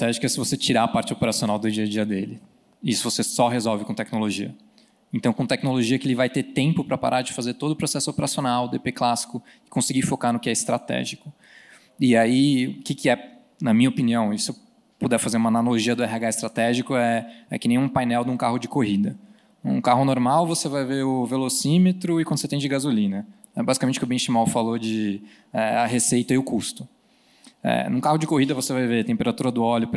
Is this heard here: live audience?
yes